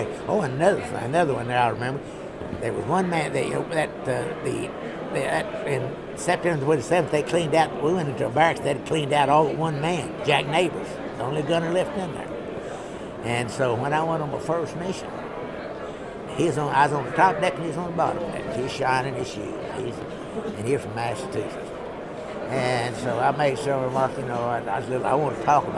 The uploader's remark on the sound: recorded by students from Norwich University College of the Arts at the 61st convention of the 2nd Air Division Assn, Dallas, Texas (17th - 20th October 2008)